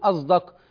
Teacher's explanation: الحرف الثالث الصاد المشمة، والصاد المشمة تتردد بين الصاد الخالصة وبين الزاي، كما نقول مثلا في أصدق، لا أقول أصدق بالصاد الخالصة ولا أقول أصدق بالزاي وإنما أقول أصدق. فالصاد المشمة تتردد بين الصاد الخالصة وبين الزاي